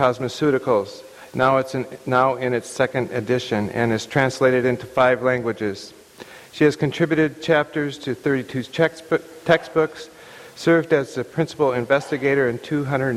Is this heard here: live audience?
yes